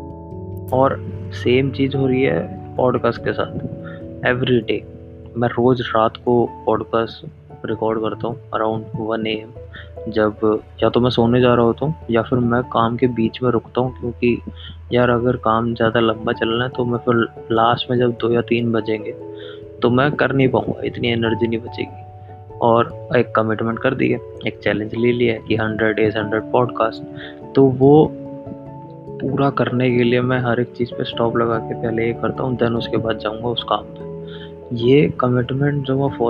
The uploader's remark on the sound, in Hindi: First of all please aawaj kam karke sunna, mera mic jyada close tha to aawah jyada ho gayi.